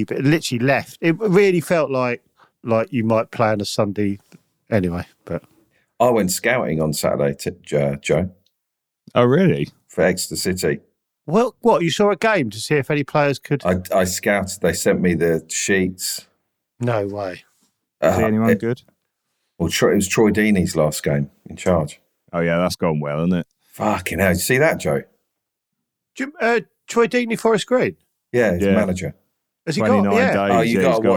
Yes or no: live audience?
no